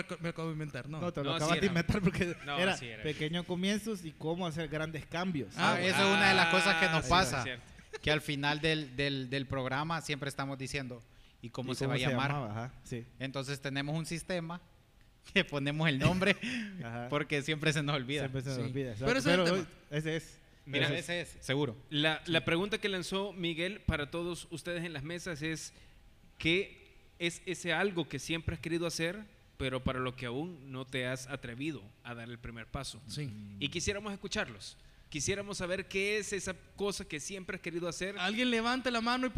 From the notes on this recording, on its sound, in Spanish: Especial en vivo de aniversario. Grabamos un episodio en vivo desde Paradigma con invitados y participaciones especiales.